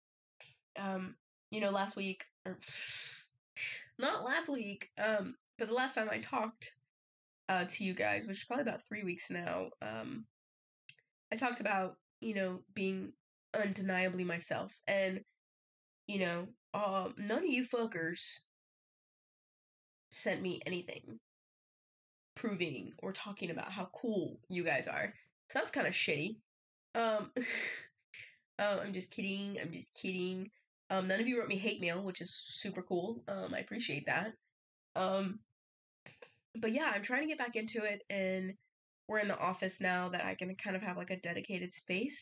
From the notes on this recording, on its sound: You guys are the lucky guests to witness the downfall of my mic :) so the audio is a little off!